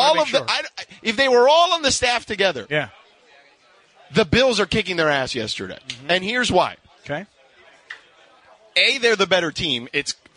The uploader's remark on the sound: live from Black Gold Golf Course in Yorba Lina